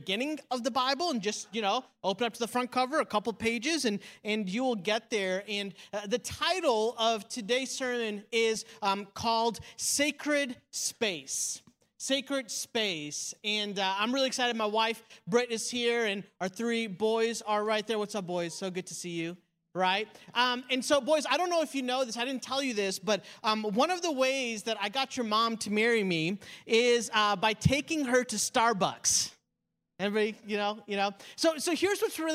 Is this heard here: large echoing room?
yes